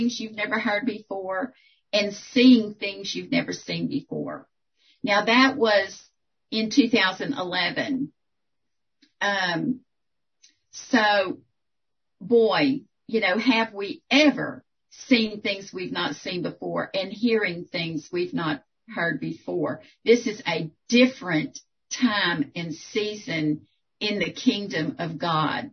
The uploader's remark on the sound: 2021 April Zoom Meeting.